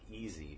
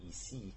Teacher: When you compare it to E in other languages and other accents of English, E can certainly be what I tend to say is tighter, closer to that gum ridge, so the gap is narrower, making a more intense sounding E · Shown in: second take